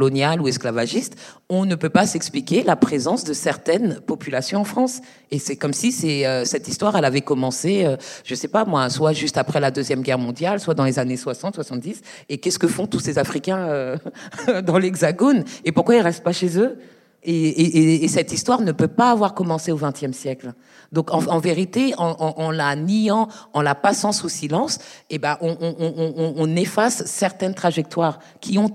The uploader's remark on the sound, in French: Étaient au Columbia Global Center. Pour un enregistrement en public le 4 février 2020. Ce soir-là, dans une salle chaleureuse, magnifique, remplie de poudreuses et de poudreux attentifs.